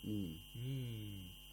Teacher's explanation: we have to lengthen the long vowel of meem, the ya'ul med, to six vowel counts. · Term: matul lazim